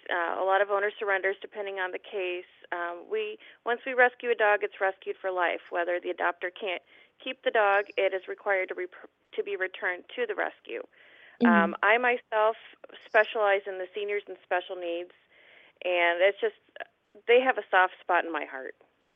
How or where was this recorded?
phone line